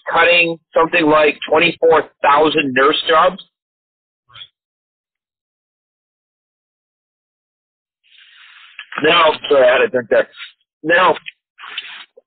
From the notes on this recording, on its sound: The result sounds like garbage, gets cut off halfway through